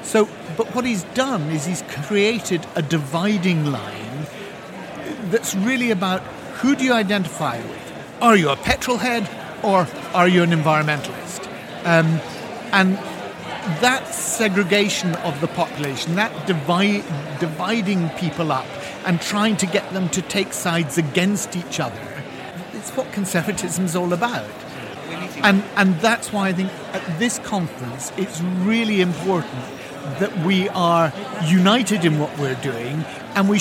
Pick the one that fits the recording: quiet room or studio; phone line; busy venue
busy venue